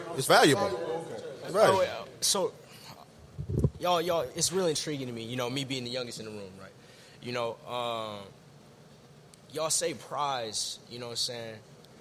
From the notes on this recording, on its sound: in the midst of the live studio audience